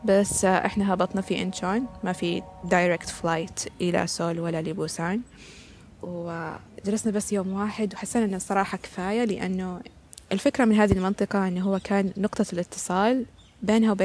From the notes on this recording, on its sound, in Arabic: حلقة مسجلة في نامسان في مدينة سول محاطة بطبيعتها وبجانب طائر Heron.